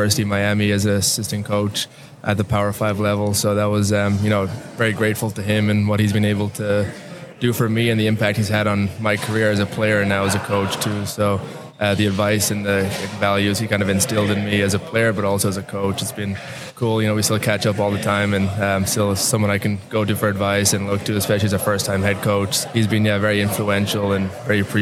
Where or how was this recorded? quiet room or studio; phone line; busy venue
busy venue